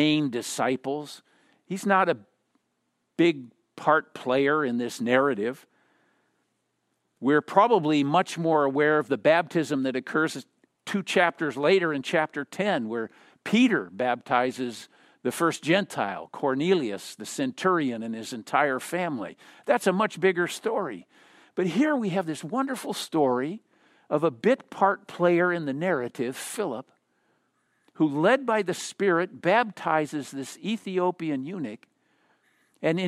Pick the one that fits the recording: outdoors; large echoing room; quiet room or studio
large echoing room